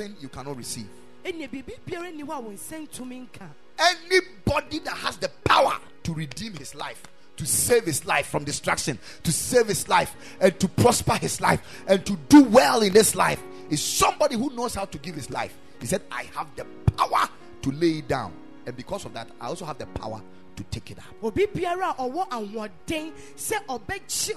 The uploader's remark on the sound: Preached at the Ekklesia Chapel